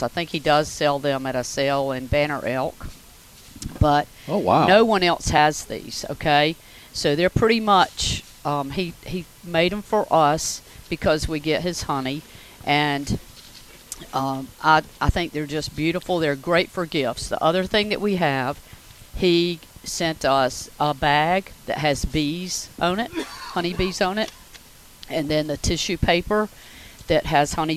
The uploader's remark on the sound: Broadcasting live from Campbell Road Nursery.